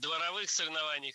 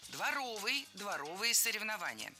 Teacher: Прилагательное, образованное от существительного «двор» – дворовый, с ударением на втором слоге и окончанием «ый». · Shown in: second take